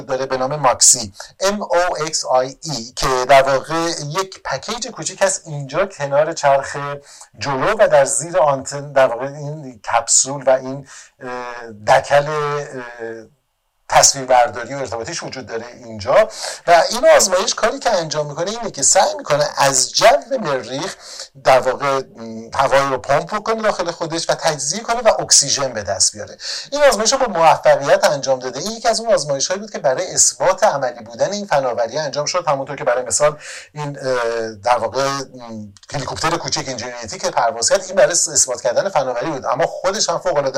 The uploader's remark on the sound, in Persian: متاسفانه به دلیل مشکلی پیش بینی نشده ،صدای این قسمت کیفیت پایینی دارد که فرصت برای اصلاحش پیش نیامد.